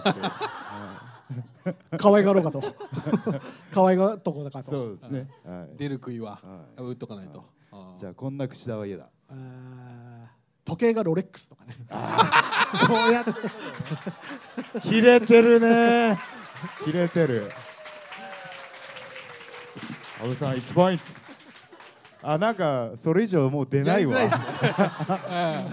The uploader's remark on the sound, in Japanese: アニメイト新宿（地下2階アニメイトホール）にて行われた初の公開収録からお届け！序盤、若干の緊張感が漂いつつも、徐々に“いつもの感じ”のトークが展開。